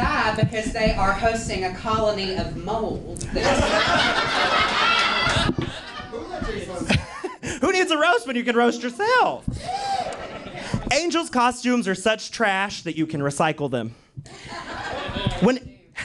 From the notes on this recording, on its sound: Live audio from Roast in Peace. (LIVE AUDIO).